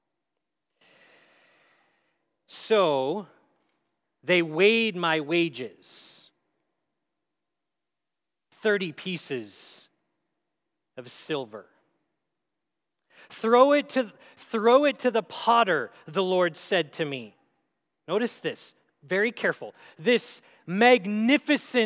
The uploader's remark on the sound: At Grace City Church in Fargo, North Dakota.